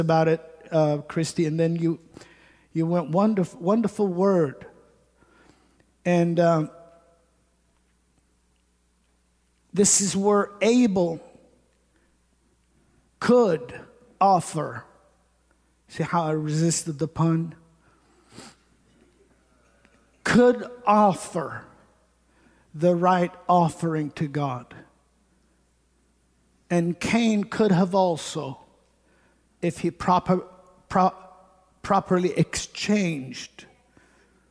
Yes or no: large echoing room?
yes